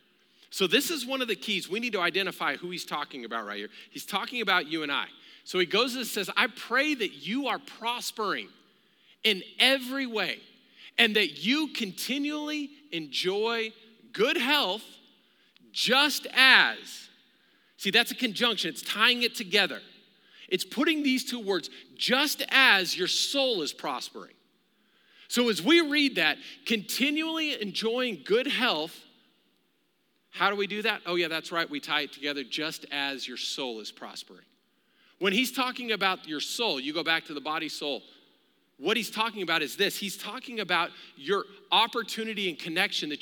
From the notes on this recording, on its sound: Recorded live during our Wednesday night service